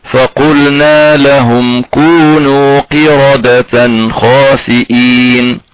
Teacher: قلنا مع الانتباه إلى تفخيم الراء